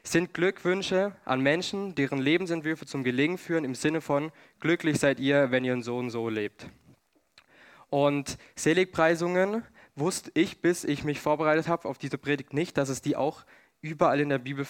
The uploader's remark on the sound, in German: 2022 in der Gemeinde Kaleo Schopfheim aufgenommen.